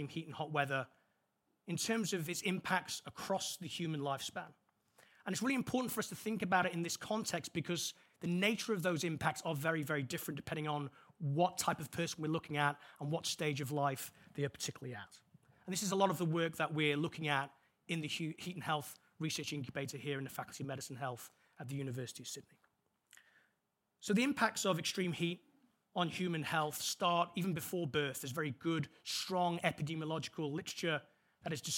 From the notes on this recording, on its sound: This event took place on 13 December 2022 at the Susan Wakil Health Building and live online.